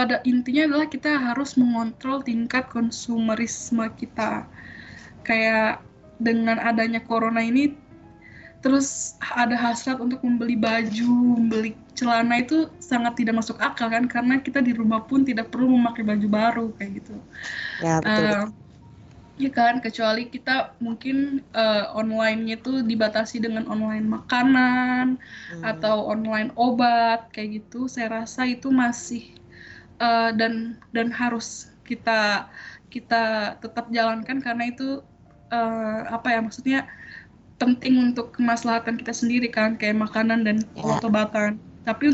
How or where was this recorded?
video call